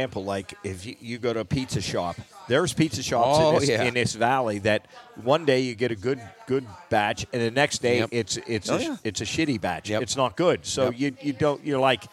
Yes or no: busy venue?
yes